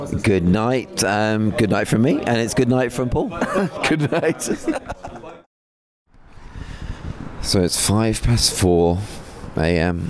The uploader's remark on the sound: I once again took a little travel mic to the amazing Doc Day - the one-of-a-kind documentary wedding photography conference. Mini-interviewing almost 40 photographers from all over Europe. I spoke to the founders, speakers and attendees alike. Some slightly tipsy after-party ramblings.